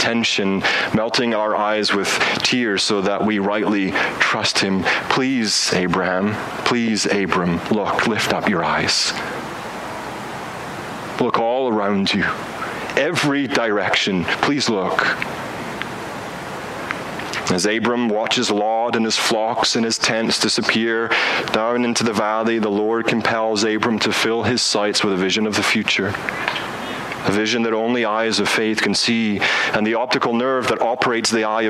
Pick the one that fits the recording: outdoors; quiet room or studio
outdoors